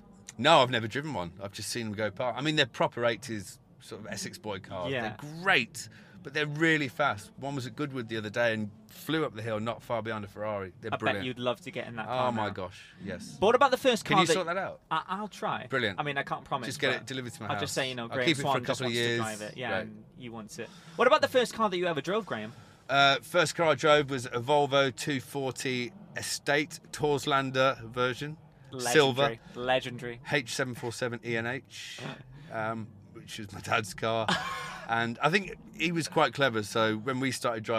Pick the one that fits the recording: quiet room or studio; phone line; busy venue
busy venue